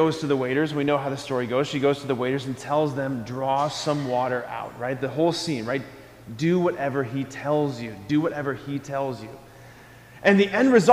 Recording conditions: large echoing room